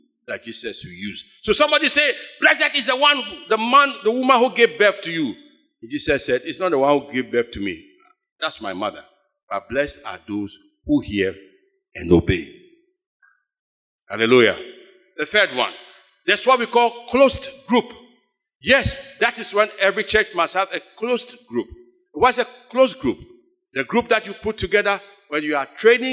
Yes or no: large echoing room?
yes